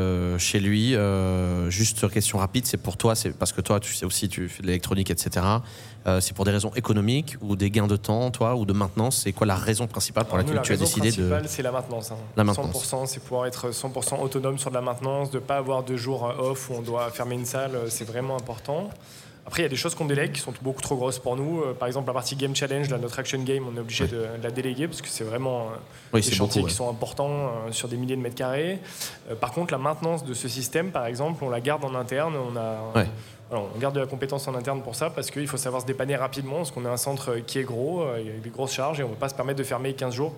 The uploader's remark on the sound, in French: Dans le cadre du salon de l'escape game et des loisirs immersifs qui s'est tenu à Lyon le 11 septembre 2023, nous avons posé les micros de Radio Escape pour enregistrer 3 épisodes. Dans le cadre du salon de l'escape game et des loisirs immersifs qui s'est tenu à Lyon le 11 septembre 2023, nous avons posé les micros de Radio Escape pour enregistrer 3 épisodes.